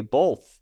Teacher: when my sister says the word both, she inserts an L.